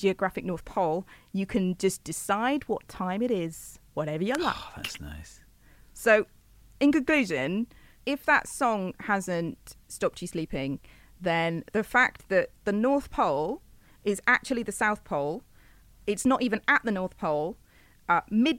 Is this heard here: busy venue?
no